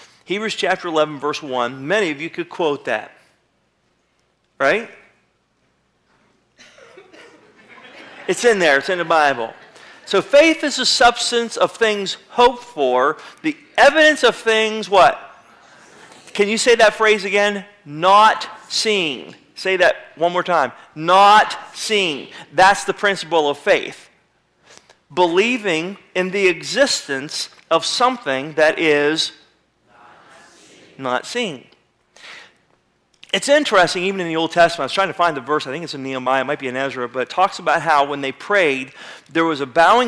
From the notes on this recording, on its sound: (incomplete message). Sermon was recorded February 01, 2009 at Northside Baptist Church of Elkhart, Indiana.